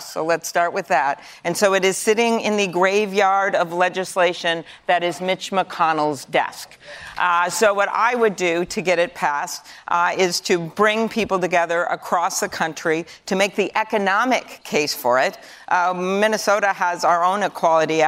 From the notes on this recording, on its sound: A live town hall. At The Novo in Los Angeles.